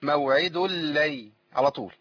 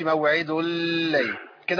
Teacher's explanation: إدغام من غير غنة · Shown in: first take